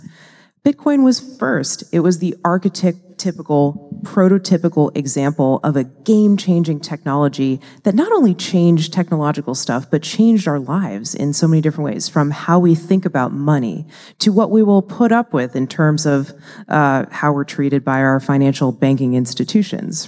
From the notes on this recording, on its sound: In-person and uncut episode recorded live at the Music Box Theater in Chicago, IL along with 700 of our closest friends. This episode was recorded live. Along with all the member of the audience who asked questions.